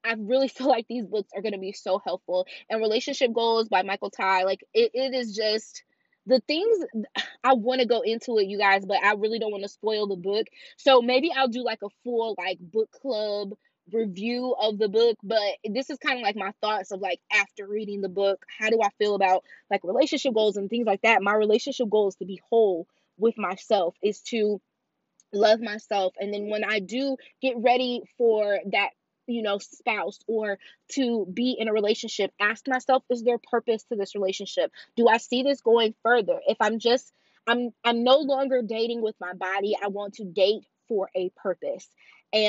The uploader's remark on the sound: This episode is unfiltered, unedited, and literally recorded in my car!